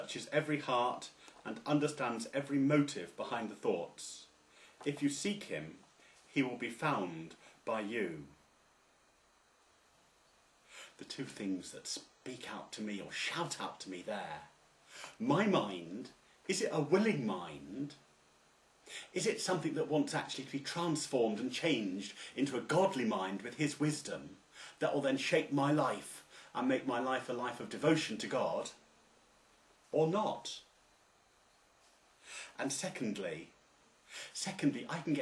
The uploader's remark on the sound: It was originally preached on Sunday 4th October 2009, at St James Church, Styechale, in Coventry, England.